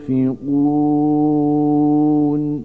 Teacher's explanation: Yunfikun kelimesinde ihfa yapıyoruz. Nun-i Sakin'in hunnesini tutarak okuyoruz.